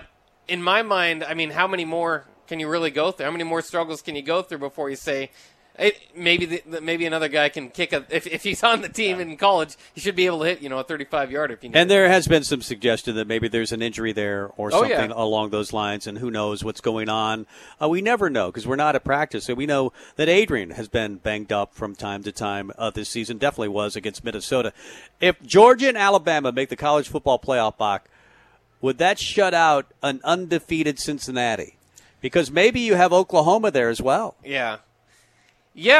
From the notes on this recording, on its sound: Tailgate Tuesday live from Chick-Fil-A